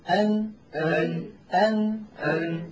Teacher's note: المخرج الذي بعده من طرف اللسان فوق مخرج اللام بقليل مخرج حرف النون